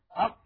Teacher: ألا تلاحظون بأنه لما انقفل مخرج القاف حدث هنا في جهاز النطق ضيق، لأن الهواء محبوس خلف مخرج القاف يريد أن يخرج ولا يجد أمامه طريقة · Term: انحباس الصوت